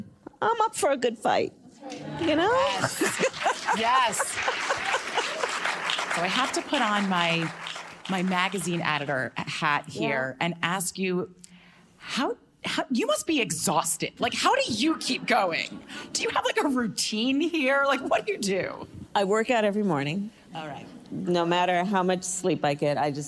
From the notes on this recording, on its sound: in front of a live audience